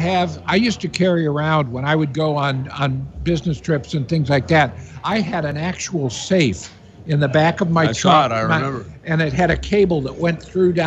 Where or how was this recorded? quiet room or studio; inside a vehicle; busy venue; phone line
busy venue